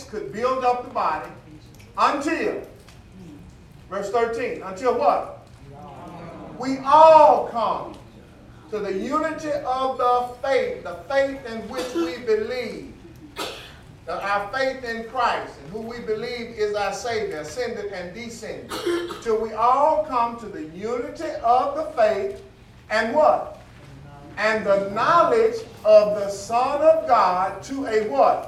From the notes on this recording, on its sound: teaching the lesson live in the sanctuary